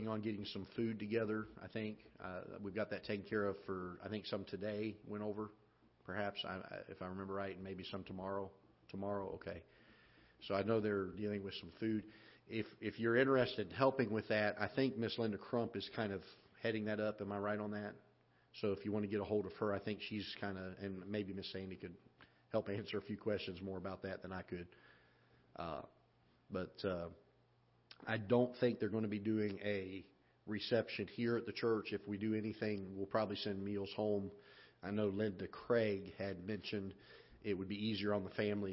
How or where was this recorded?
large echoing room